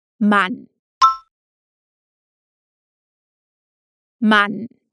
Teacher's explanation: Pronuncie bem aberto esse A.